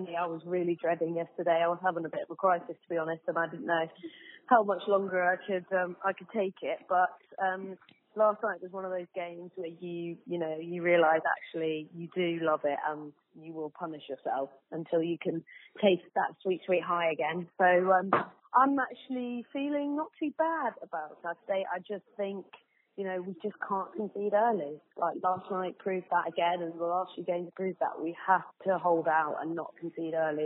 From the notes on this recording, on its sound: have a chat on the phone in this mini-podcast